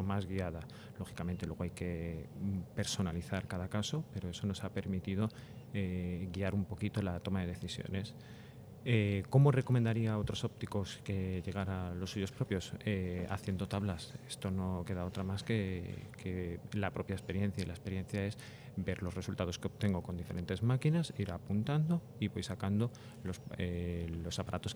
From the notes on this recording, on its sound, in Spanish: Grabado durante la 38º edición del Congreso SECOIR en España.